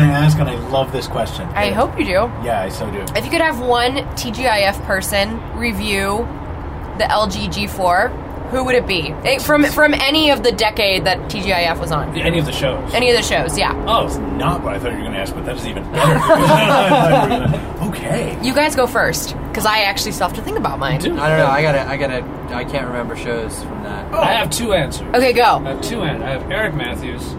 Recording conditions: sounds in the background